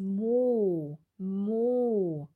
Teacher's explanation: Im Deutschen existiert kein O. Wir sagen ein O, bei dem die Lippen sehr stark gespannt sind. Oder wir sagen ein O, bei dem der Unterkiefer ziemlich weit geöffnet ist. · Term: langen O